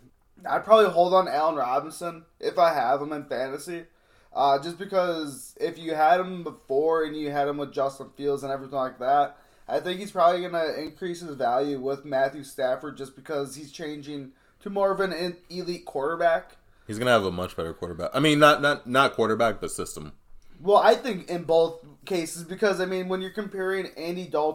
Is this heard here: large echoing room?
no